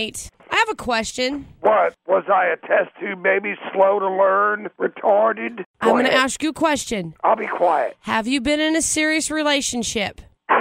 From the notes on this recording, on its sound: Here is a collection of phone calls from one of WIMZ's favorite listeners.